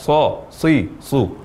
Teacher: mengucapkan huruf shad dengan memposisikan ujung lidah atau akhir ujung lidah dengan gusi gigi seri atas